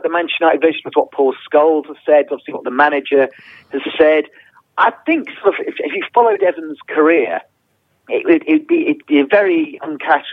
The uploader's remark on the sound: on the phone once again